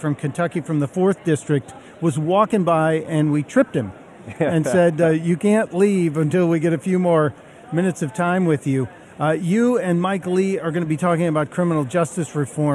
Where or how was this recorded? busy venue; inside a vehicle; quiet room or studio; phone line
busy venue